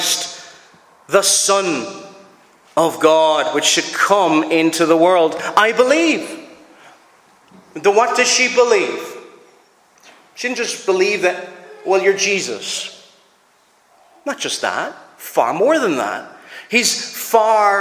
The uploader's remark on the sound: Preached at Loughbrickland Reformed Presbyterian Church